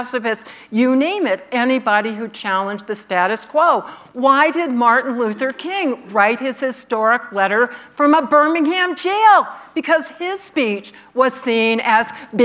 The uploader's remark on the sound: panel from the 2022 Aspen Ideas Festival